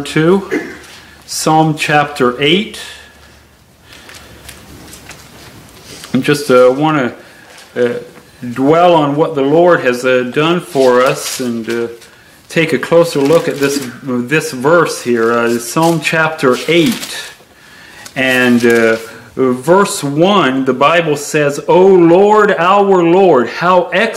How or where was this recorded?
large echoing room